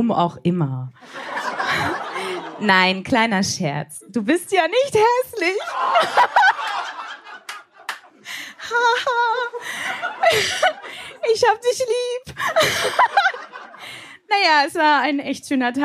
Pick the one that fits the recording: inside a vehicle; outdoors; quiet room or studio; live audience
live audience